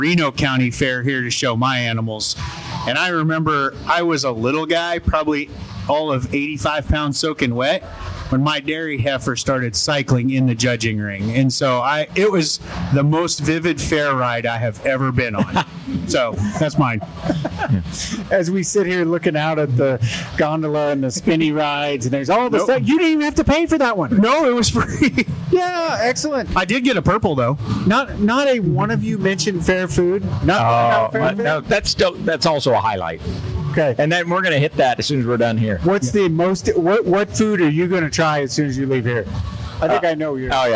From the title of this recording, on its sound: Cattle Chat Live at the Kansas State Fair